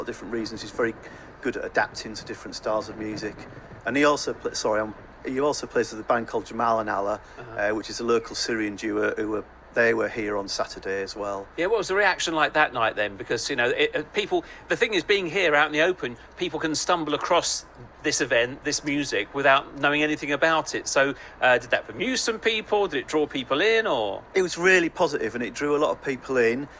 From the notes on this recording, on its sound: BBC Sussex. Live from The Riwaq interview.